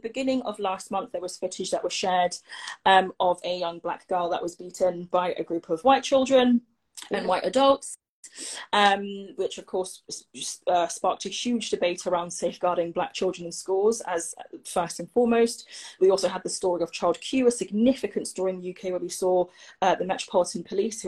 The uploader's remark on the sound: live and direct with Instagram listeners